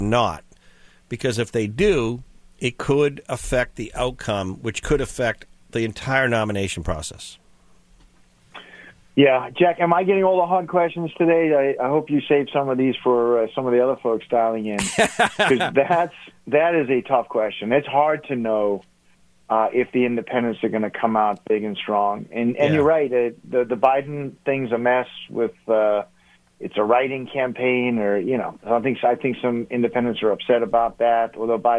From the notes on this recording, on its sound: called into GMNH